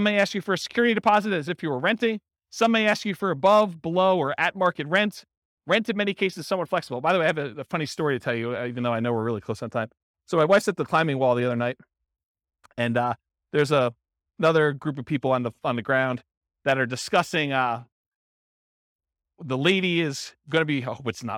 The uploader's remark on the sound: This was a live class recorded